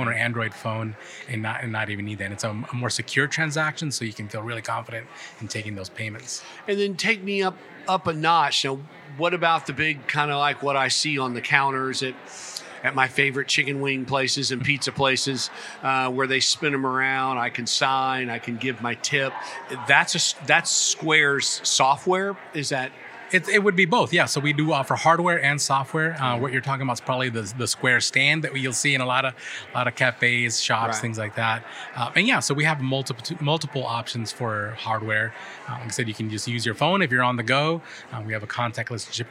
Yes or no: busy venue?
yes